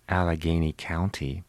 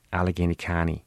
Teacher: turn that ow into an ah · Shown in: second take · something like this, instead of saying Allegheny County.